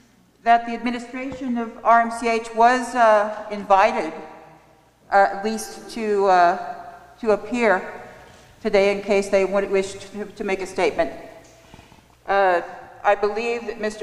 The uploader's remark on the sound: This audio was recorded October 2, 2021 at First United Methodist Church. Health Workers Town Hall organized by local UAPD in Gallup. At First United Methodist Church, during a "Health Crisis" Town Hall organized for health workers and community members.